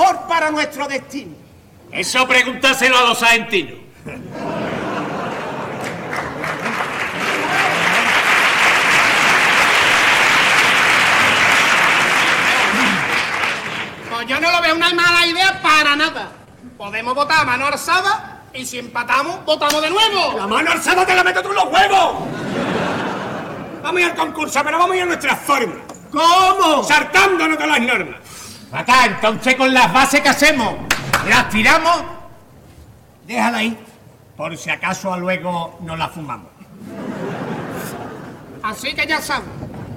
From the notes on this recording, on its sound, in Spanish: En directo desde el Gran Teatro Falla de Cádiz, escucha la retransmisión del Concurso Oficial de Agrupaciones Carnavalescas del Carnaval de Cádiz 2024 en Onda Cero. En las semifinales del COAC 2024.